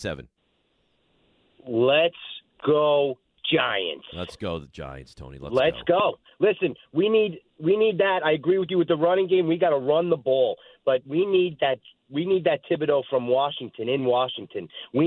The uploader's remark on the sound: a TON of your calls